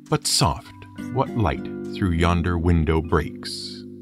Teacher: the poem is divided into pairs of lines, which have five pairs of alternating stressed and unstressed syllables. · Term: iambic pentameter